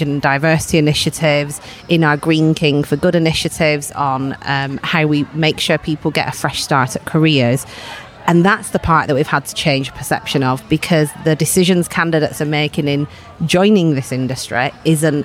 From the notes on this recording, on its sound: Spoke on The Hiring Without Boundaries stage at RecFest in London. We recorded the conversations backstage at the event.